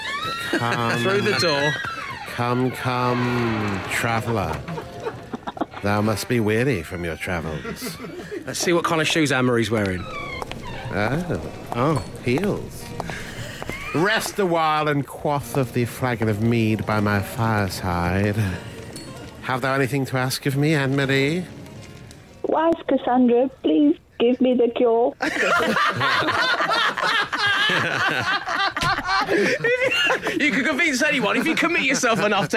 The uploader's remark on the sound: Live From A Leisure Centre.